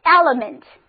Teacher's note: 重音放在第一个音节上，首字母一发 a 的音，第二个一发 e 的音，第三个音不发音，跟我读就是 element。对，单词的意思就是成分、要素。例如这个句子， He possesses all elements of being successful. He